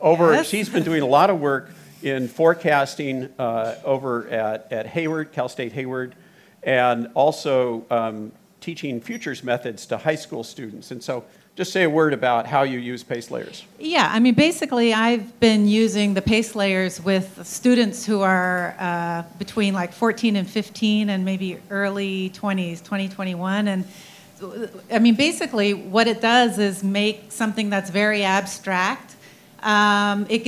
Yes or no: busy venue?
yes